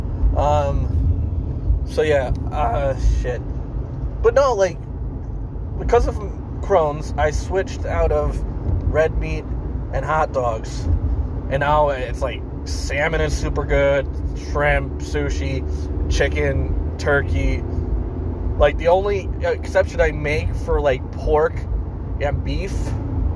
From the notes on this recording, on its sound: This was recorded at my sister's softball game, on her birthday. Unedited, unfiltered.